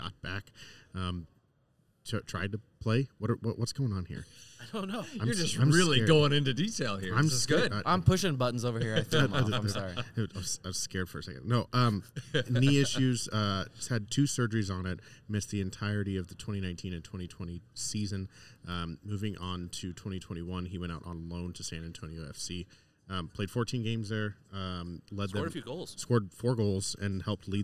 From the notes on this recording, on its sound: We're back to recording in-person as we enjoy podcast row at the United Soccer Coaches Convention in Downtown KC